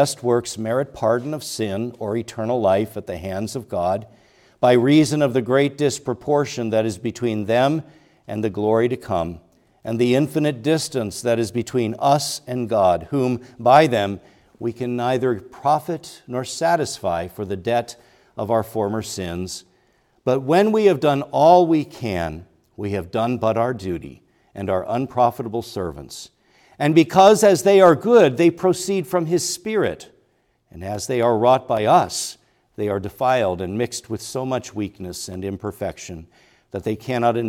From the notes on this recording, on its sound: preached at Grace Orthodox Presbyterian Church in Sewickley, PA, during the evening Worship Service on Sunday, February 18, 2024.